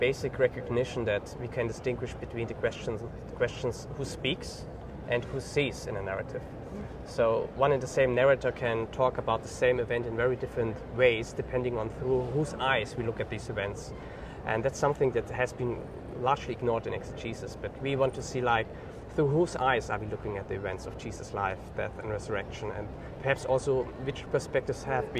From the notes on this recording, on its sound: we shift to our live recordings in the book stalls with various colleagues enjoying the conference